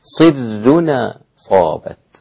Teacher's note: هذه نون الساكنة اللي هي أصل التنوين، أتيت بالحركة، حركة الهمزة التي بعدها أ أصابت، ووضعتها على هذه النون التي هي أصل التنوين في صر، فأصبحت صرنا، ورققت الراء لأن الصاد قبلها مكسورة